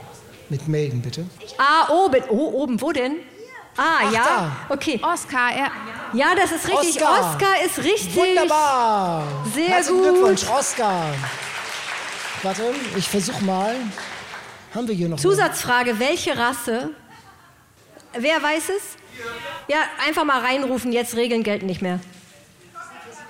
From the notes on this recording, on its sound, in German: Live-Podcast mit Publikum. On Tour in der Fabrik in Hamburg.